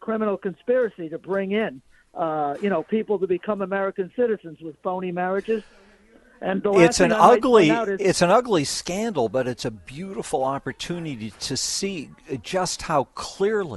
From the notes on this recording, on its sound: broadcasts live from the holiday store